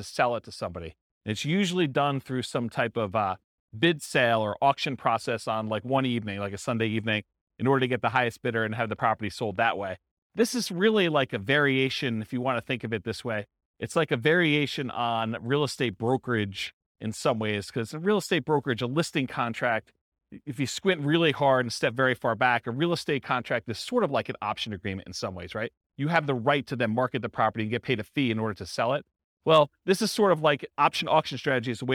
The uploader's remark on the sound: This was a live class recorded